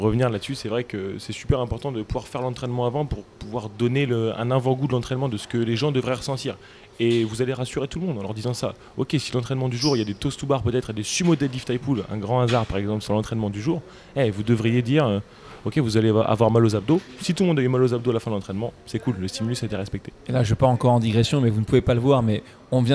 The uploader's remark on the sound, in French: EN direct de CrossFit Louvre III à Paris